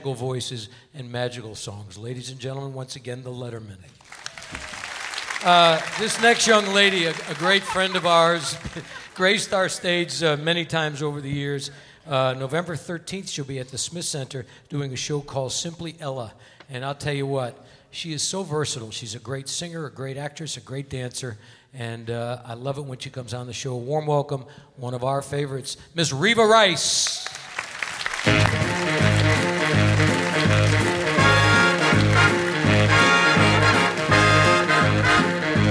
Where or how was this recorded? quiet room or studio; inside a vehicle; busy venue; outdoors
busy venue